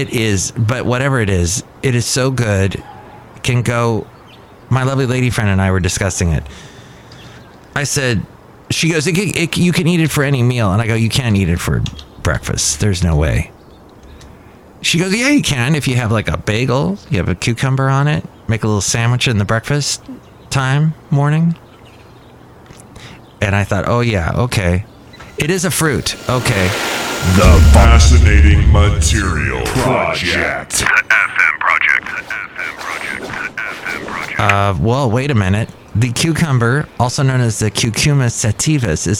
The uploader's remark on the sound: podcasts live from Café Anyway